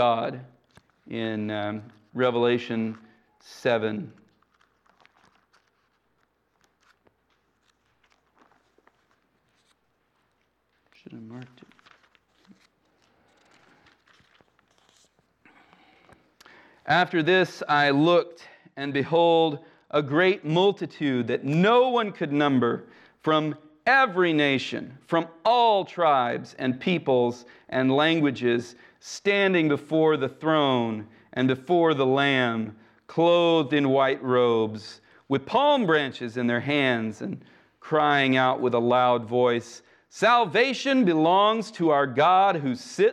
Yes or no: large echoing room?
yes